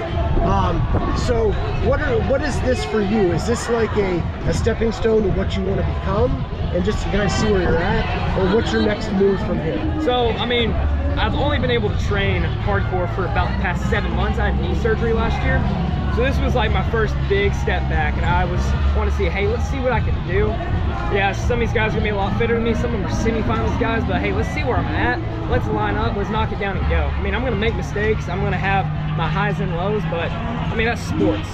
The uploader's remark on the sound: Live from TFX